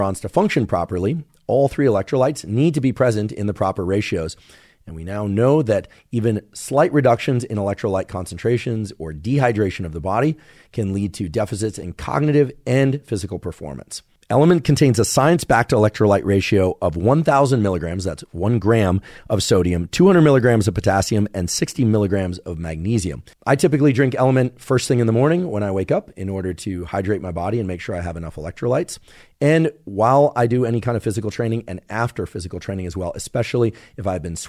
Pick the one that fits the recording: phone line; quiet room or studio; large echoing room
quiet room or studio